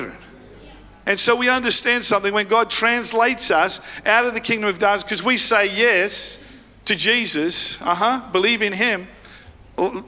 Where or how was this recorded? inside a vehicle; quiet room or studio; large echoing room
large echoing room